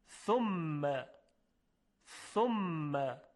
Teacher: سر زبان تکیه داده میشه یا برخورد میکنه به سر دندانهای ثنایای بالا، منتها این دفعه یک هوایی دمیده میشه · Term: صدای حرف ثا